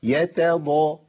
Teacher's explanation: يبقى التاء عندي تاء، ما ينفعش انها تقول بتبقى طاء، ليه؟ لانها مرة حرف برقه كتاب في القران كله تاء، يتا ضاء.